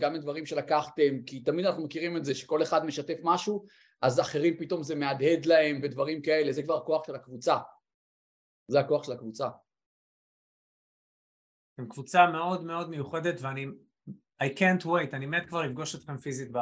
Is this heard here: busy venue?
no